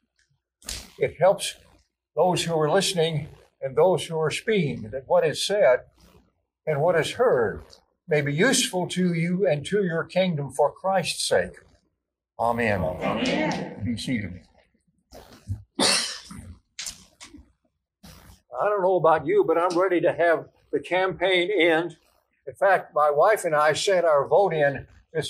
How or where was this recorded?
large echoing room